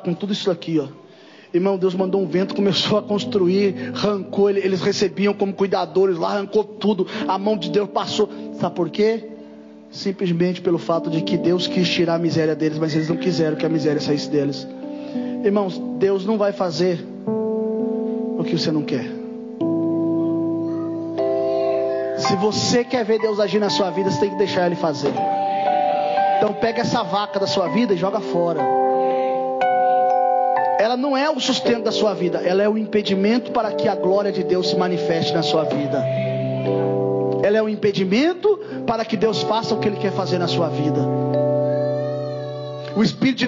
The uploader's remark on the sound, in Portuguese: Culto gravado em 04/09/2022 durante culto da Família